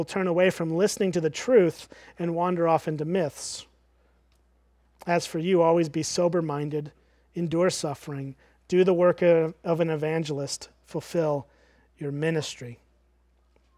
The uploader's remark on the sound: at Springbrook Church in Antigo, WI